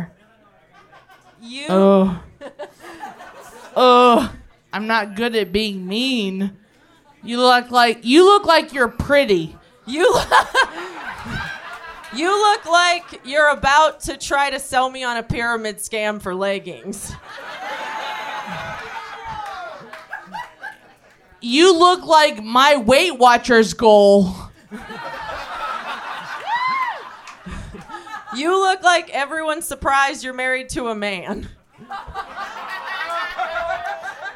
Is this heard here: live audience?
yes